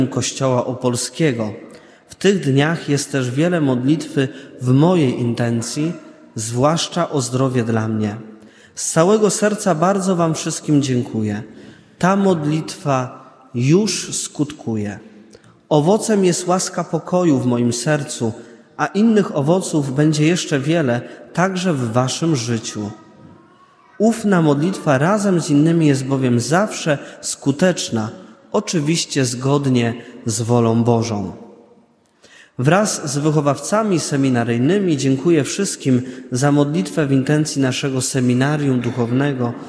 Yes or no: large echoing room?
yes